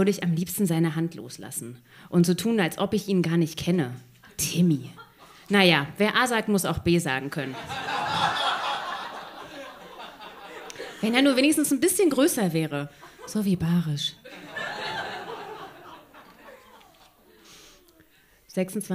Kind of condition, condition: setting, live audience